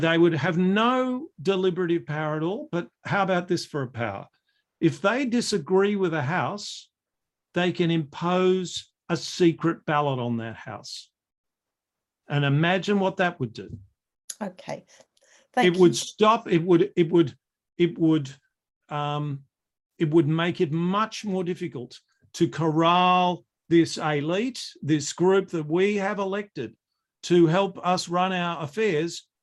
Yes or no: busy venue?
no